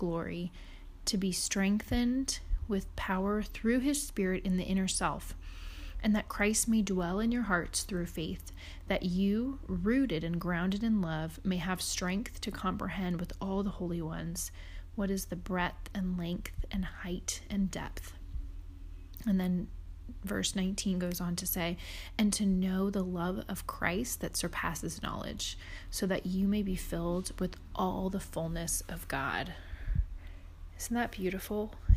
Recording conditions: sounds in the background